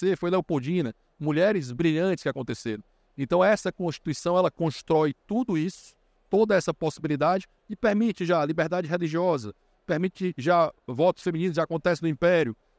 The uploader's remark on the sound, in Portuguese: foi gravado em abril de 2023, no Fórum da Liberdade